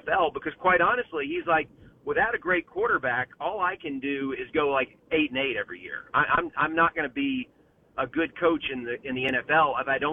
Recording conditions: phone line